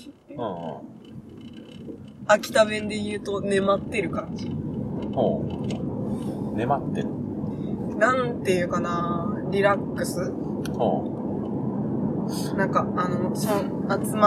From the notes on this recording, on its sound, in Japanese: 走行中の車内からお届けします！